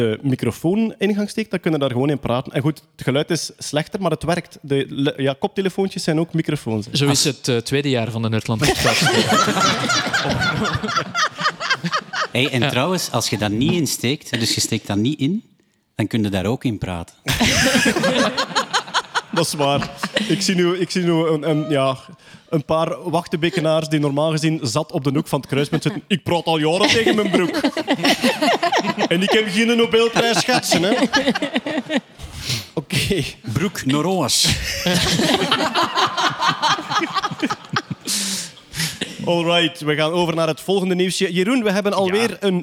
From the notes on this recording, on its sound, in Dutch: Deze maand live vanuit de Arenbergschouwburg in Antwerpen!